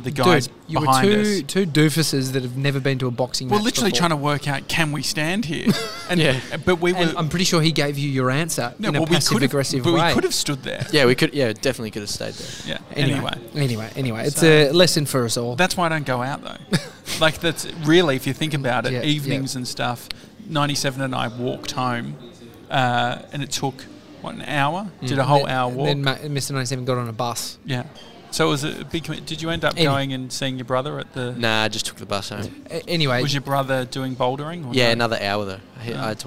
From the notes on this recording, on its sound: Today we're live from our favourite cafe, Au79!